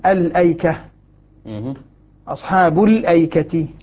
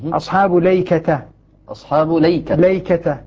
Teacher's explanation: أبو عمرو والكوفيون اللي هم مرمزهم بالغين من غيطلة يقرؤون بسكون اللام الأيكة · Shown in: first take